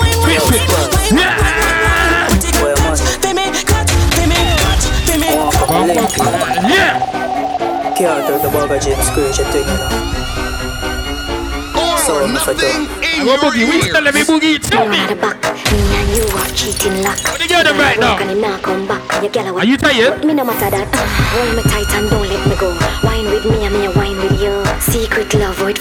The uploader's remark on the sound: ROYAL ROOFTOP PARTY LIVE AUDIO